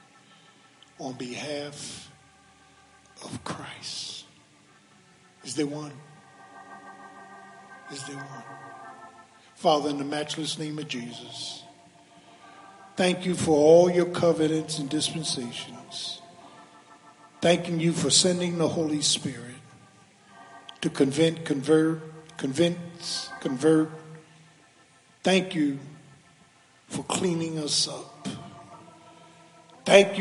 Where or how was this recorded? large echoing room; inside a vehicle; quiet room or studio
large echoing room